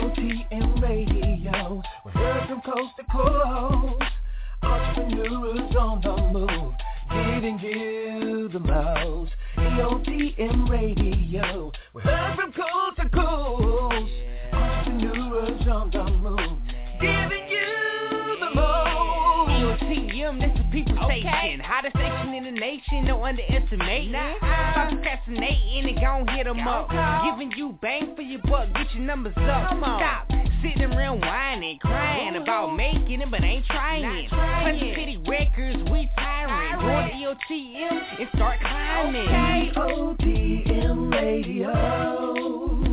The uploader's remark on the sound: opens up the phone lines